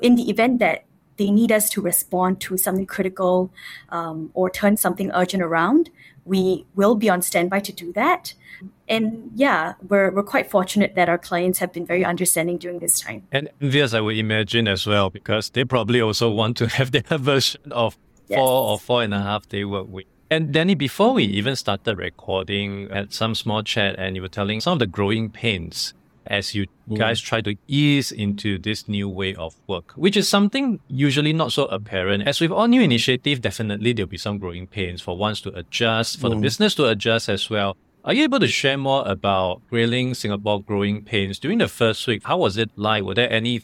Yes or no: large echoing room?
no